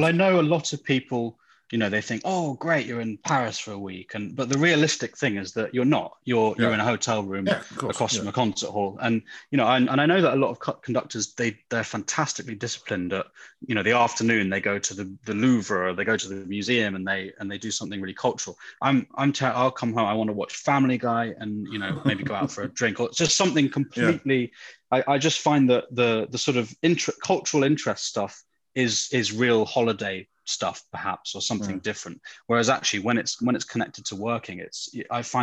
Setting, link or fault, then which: link, video call